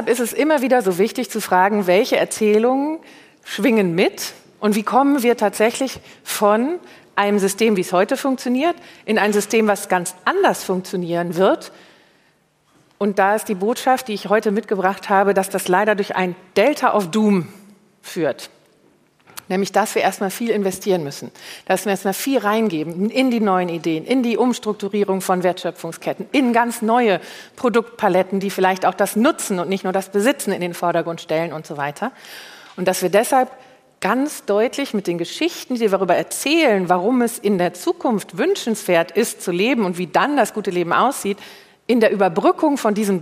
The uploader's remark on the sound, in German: live vom BAM! Bock auf Morgen Festival